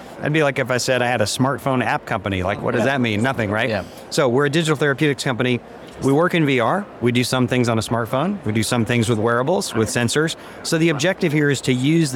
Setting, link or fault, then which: setting, busy venue